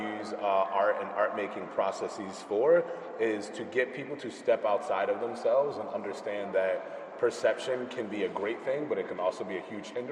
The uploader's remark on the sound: Audio from the Blue Note Salon, an April 21st panel curated by Black Quantum Futurism at the Icebox Project Space.